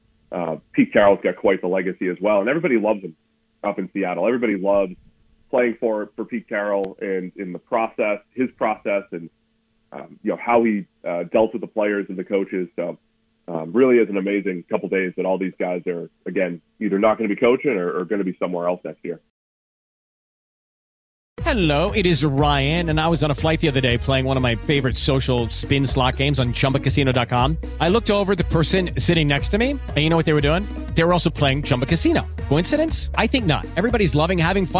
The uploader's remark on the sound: Joins the show on the Farm Bureau guest line talking about all of the NFL craziness live in the BankPlus Studio.